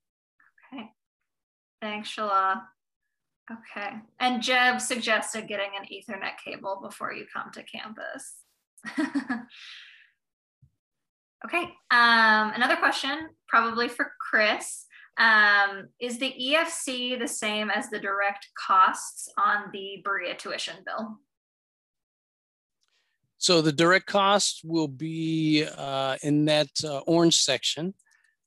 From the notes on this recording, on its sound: Audio of the informational Zoom session with Student Financial Aid Services.